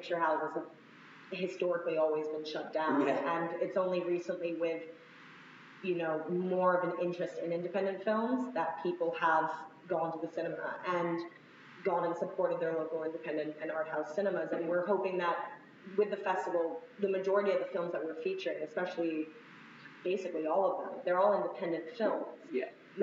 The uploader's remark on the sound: Another adventure in terrible audio.